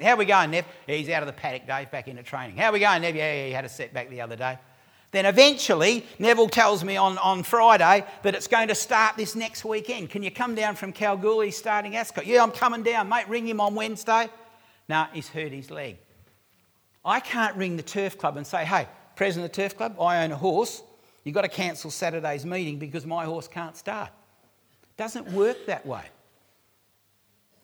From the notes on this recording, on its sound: recorded live at REBar Camp 2018